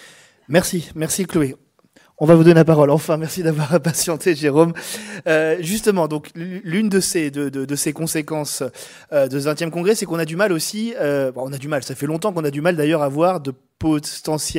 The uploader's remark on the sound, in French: Conférence enregistrée le 16 novembre 2022